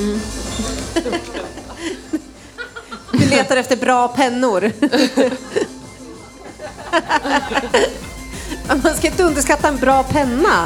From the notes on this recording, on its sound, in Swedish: Inspelad live inför publik på Musikhuset tidigare i veckan.